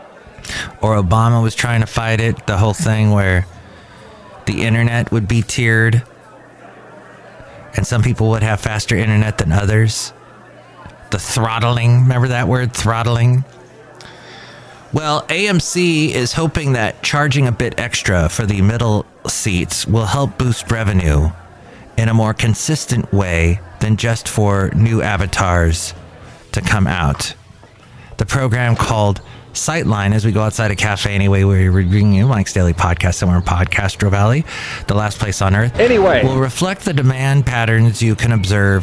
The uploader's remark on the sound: podcasts live from Cafe Anyway